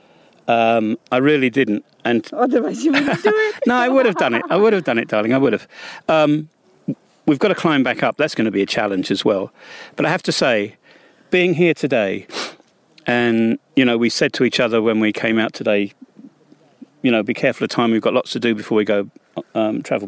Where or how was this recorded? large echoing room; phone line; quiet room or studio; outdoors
outdoors